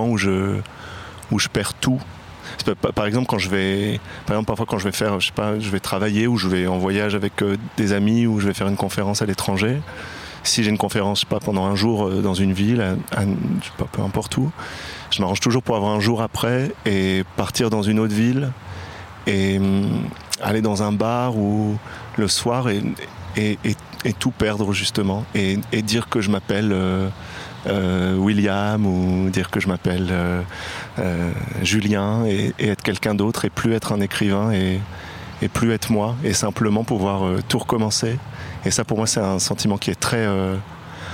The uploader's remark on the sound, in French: En direct de la Villette